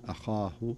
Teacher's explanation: لو ننظر إلى الهمزة مرققة ثم تأتي الخاء بعدها مفخمة · Term: خاء مفخمة